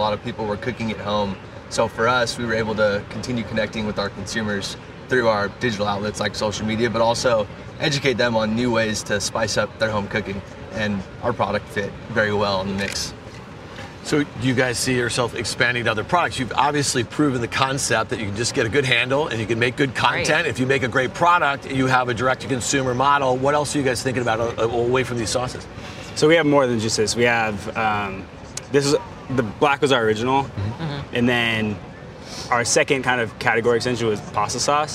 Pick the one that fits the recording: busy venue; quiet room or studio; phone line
busy venue